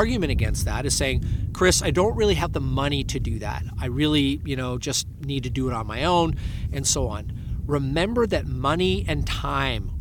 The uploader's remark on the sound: Today, I got this crafty idea to come out and go on a windy day here in the Sea of Cortez and have the wind blowing into my microphone to give you an example of bad production.